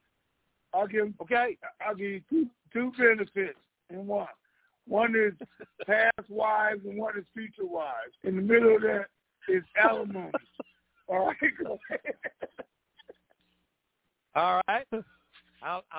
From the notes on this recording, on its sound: TNTSuperfantastic Conference Call